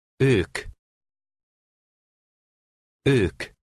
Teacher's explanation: Number 7 has the Hungarian letter O with two slanted accent marks above it. It has the same sound as the O umlaut, except it is about twice as long.